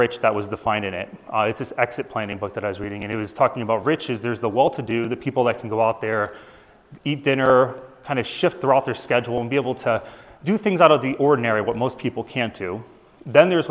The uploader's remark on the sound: Live from AVMA 2023.